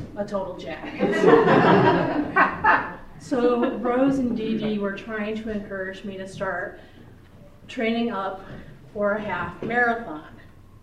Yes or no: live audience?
yes